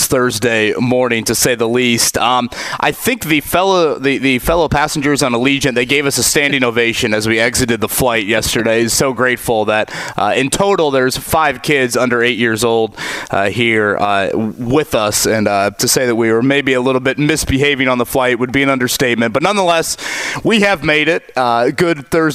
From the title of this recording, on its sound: live from a Florida gym